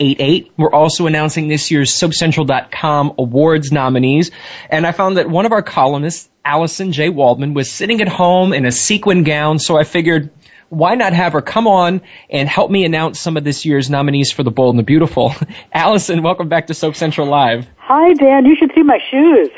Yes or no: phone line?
yes